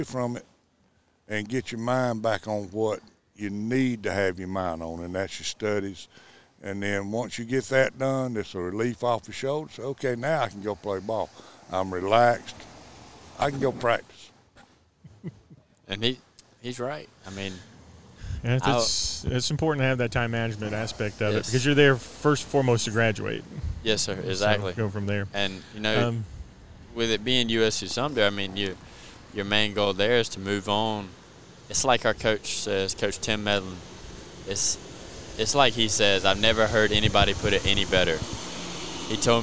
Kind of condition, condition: setting, busy venue